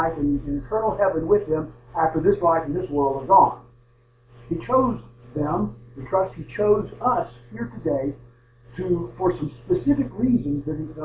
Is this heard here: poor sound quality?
yes